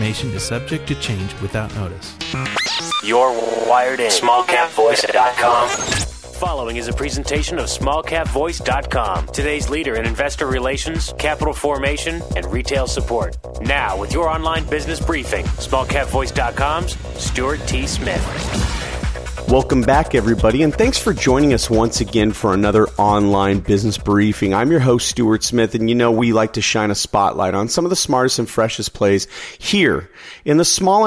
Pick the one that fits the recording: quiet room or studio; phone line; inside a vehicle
phone line